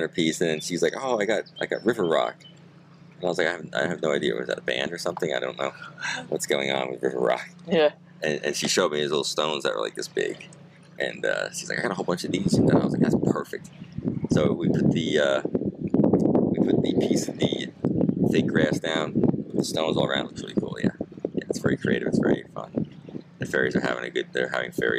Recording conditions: wind noise